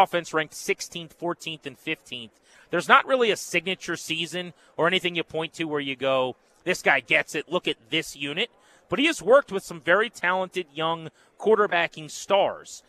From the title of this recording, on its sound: LIVE From Radio Row In Las Vegas!